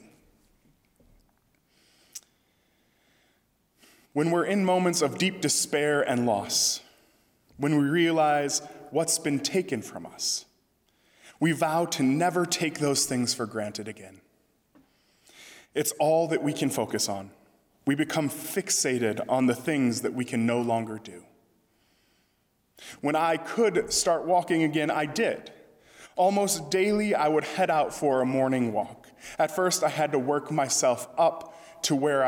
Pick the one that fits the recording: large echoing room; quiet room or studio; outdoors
large echoing room